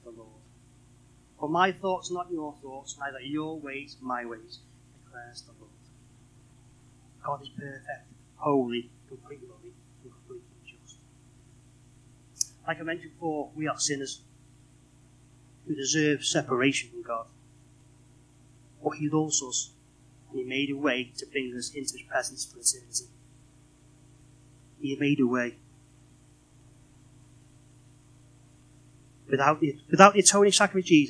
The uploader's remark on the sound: Unfortunately our recording had a fault this week so it has been edited to ensure listening comfort